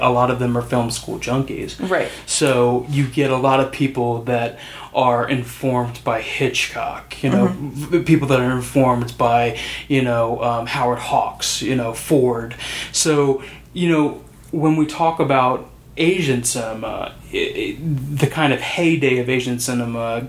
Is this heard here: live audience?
no